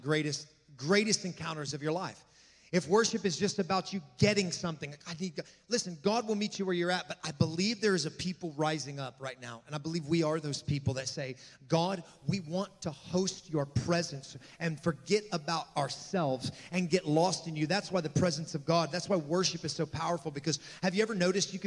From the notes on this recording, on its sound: This message was recorded on the morning of April 1, 2023, at Gateway Church in Richmond, Indiana